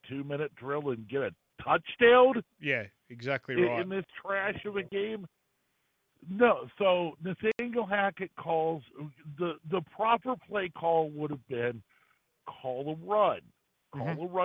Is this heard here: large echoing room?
no